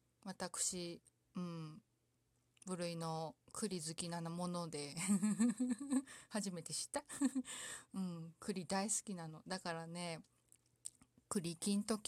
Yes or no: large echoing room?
no